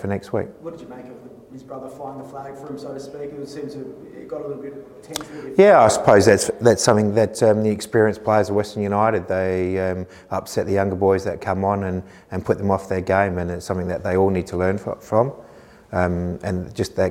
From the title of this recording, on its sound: Pre-Match Press Conference